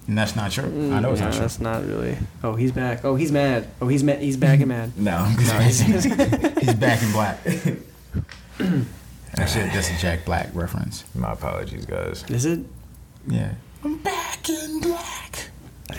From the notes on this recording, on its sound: Bringing you another episode with the tiniest mics.